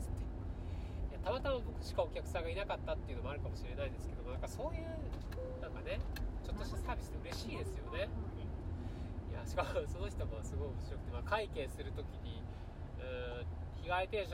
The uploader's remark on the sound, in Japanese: 新潟ドライブ中に配信。新潟ドライブ中に暇だったので録音しました。